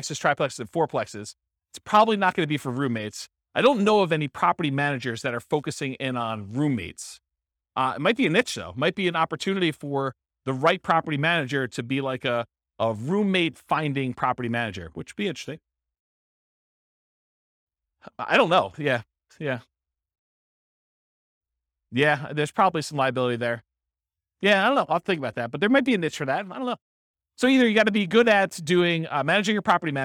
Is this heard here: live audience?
yes